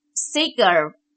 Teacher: 清辅音 k 和元音 a 进行连读，并把 k 浊化为浊辅音 g